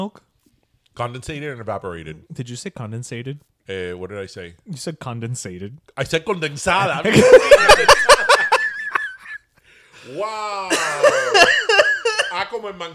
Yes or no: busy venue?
no